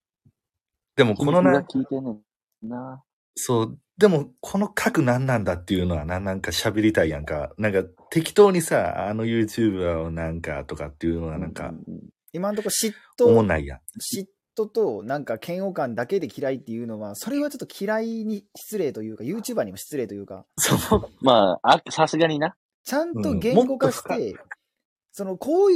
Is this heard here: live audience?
no